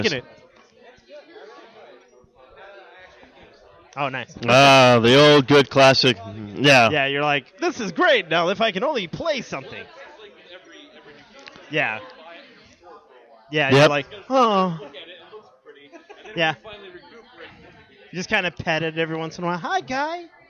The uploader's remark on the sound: This episode is the LIVE remote show from the Midnight release party of Titanfall! The folks waiting for the new game outside the GameStop at Tempe.